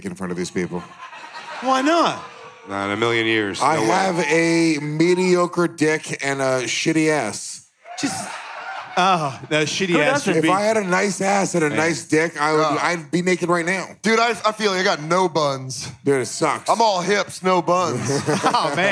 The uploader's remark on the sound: live in Houston for a weekend of Ellismania fights at Skankfest